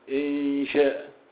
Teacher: من جاء حرف بين النون والجيم، انشاء حرف بين النون والشين · Term: النون المخفاة